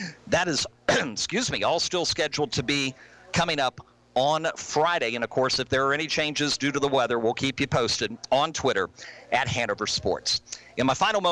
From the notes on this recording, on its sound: As heard live from Sports Page Grille Ashland on 102.9 The Mater and the RVA Sports Network.